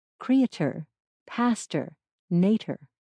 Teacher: words that end in U-R-E were pronounced without the gliding Y sound, so creature, pasture, and nature were said creator, pastor, nater.